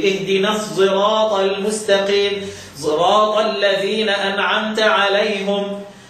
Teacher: قرأ خلف باشمام الصاد لدى خلف صوت الزاي في ايه في الصراط وصراط حيث وقع في القرآن الكريم.